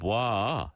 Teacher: there was a diphthong, a sort of an up and down. And in Korean, we don't really do that because then it sounds like more than one character.